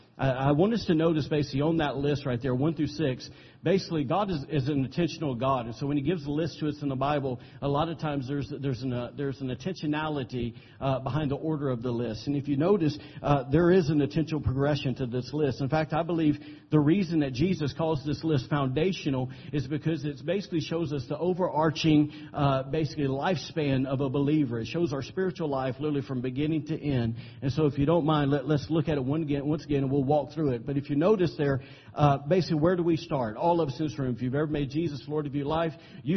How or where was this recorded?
large echoing room